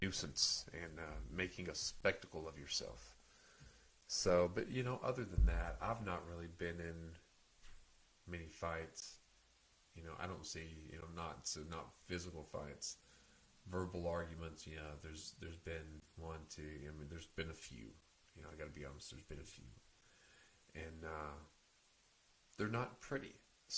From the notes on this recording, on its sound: Despite the audio being low the show still continues.